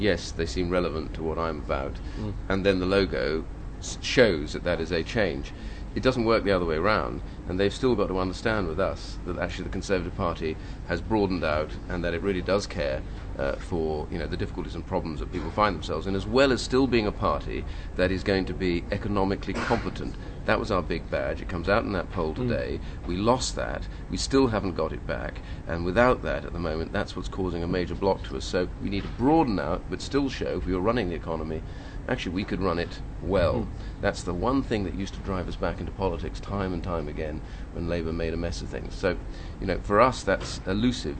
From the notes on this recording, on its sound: at the Conservative party conference